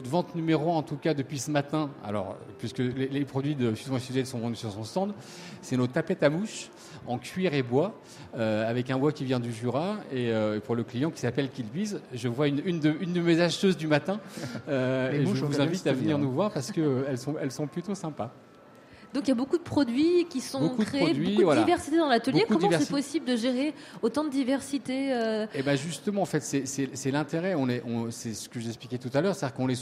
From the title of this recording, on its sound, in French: en direct des halles inclusives 2022